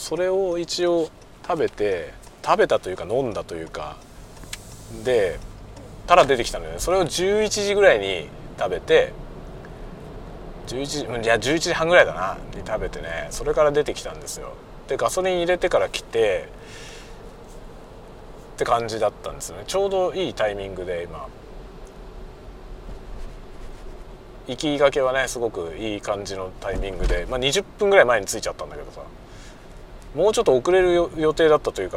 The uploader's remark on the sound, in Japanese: ドライブ雑談 講演の帰り道。運転しながら雑談。出先の学校から自宅へのドライブ。